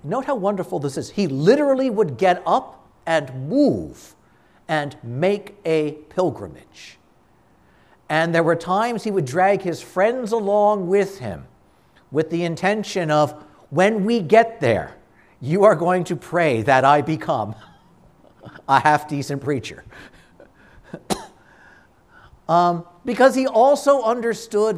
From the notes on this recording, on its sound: This conference was given at a Shrine.